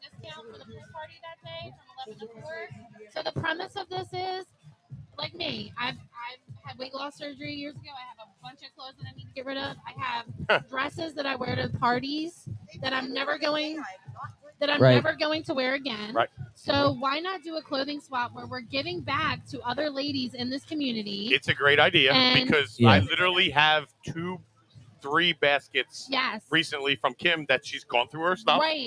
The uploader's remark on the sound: LIVE from the TPA pool